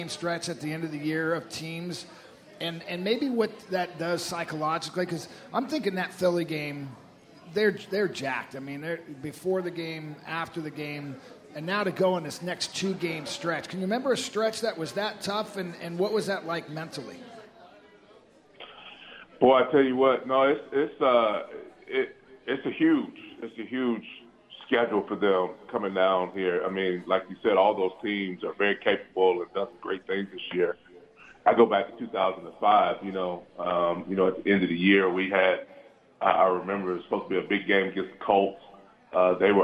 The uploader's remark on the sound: live at Pearl Bar and Dining